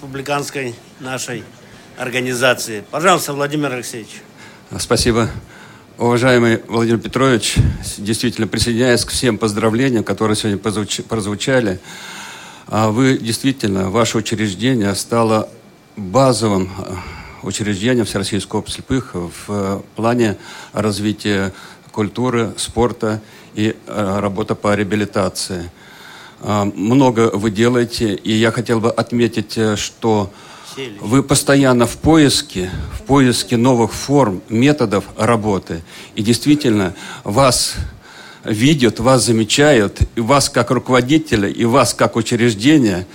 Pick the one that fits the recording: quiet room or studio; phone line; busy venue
busy venue